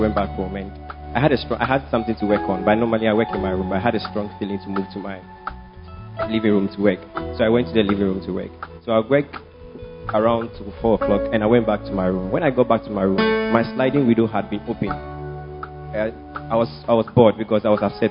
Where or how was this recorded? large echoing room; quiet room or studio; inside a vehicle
large echoing room